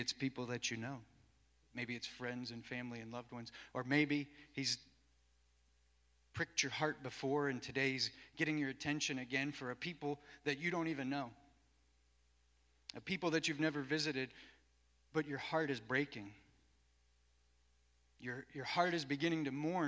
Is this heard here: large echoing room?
yes